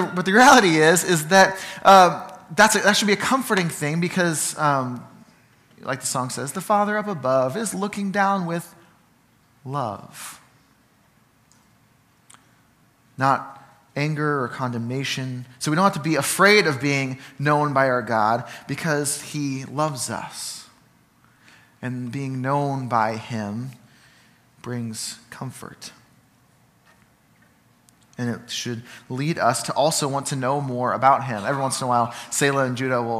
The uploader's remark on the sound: Sermon from Ninth Street Christian Church